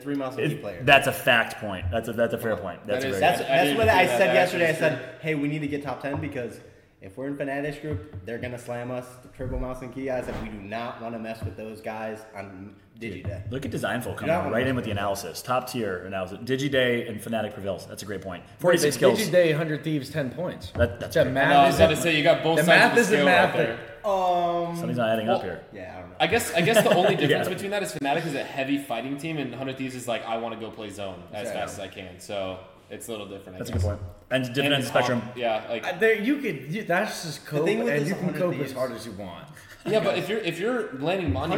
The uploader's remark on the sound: LIVE FROM BIRMINGHAM DAY 2